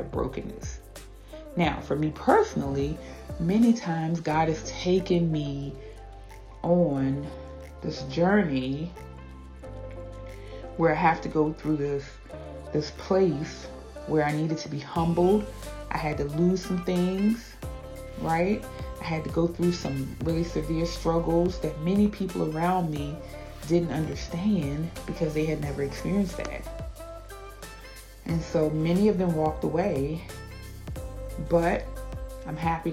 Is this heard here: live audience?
no